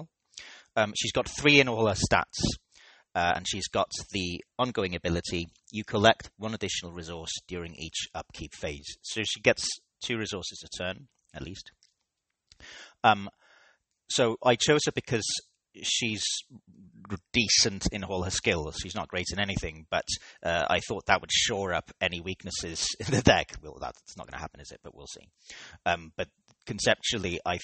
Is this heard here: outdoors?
no